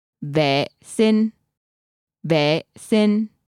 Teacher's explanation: Vệ is said in the sharp falling tone with a heavy stop. Sinh has no tone.